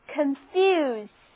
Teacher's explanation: to furnish your new house?意思同样是你买什么家具装饰房子呀。家具的种类数不胜数，现在我们只说其中的一个。为什么呢？你看我把这个单词拼出来你就明白了。furnance，字母 A 读作 E，单词就读作 furnace，它含有 furn 这个词根，加上一个 ace 的名词后缀，就是火炉、熔炉。我们不妨这样来联想，把 furnace 想作是产生热量的装备，就是一个火炉啊，这样就记住了。我们每天说这么多单词，你会不会迷惑呢？把这个跟那个混起来呢？这个迷惑就是 confuse，C-O-N-F-U-S-E，重音放在第二个音节上， O 字母发 a 的音，后面的 U 字母发 u 的音， S 发 z 的音，跟我读这个单词就是 confuse。Confuse，我们来看这个单词，它含有 F-U-S 这个表示流动的词根，在前面加上了表示在一起的 C-O-N 前缀，后面是一个 E 动词后缀，所以我们可以这样来联想记忆， Confuse 就是流到了一起，混起来了，所以这个单词意思就是迷惑、混淆。